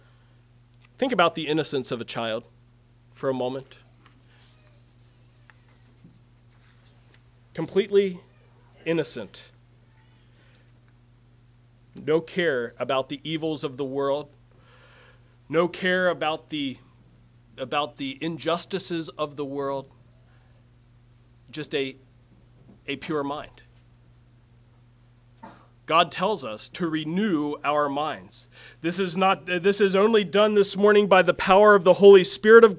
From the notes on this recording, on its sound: Message preached at Word of Hope on May 21, 2023